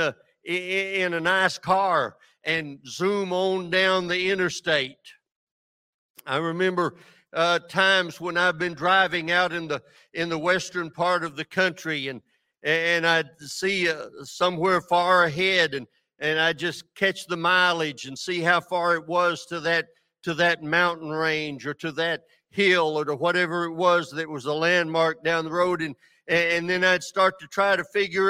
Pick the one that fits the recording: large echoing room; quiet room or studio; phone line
large echoing room